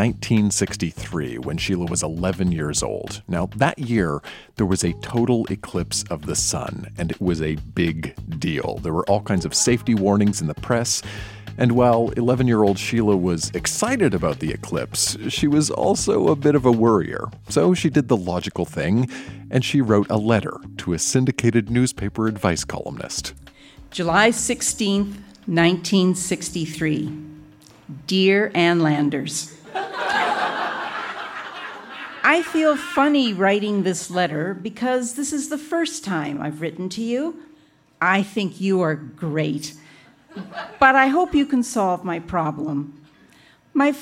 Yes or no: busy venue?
yes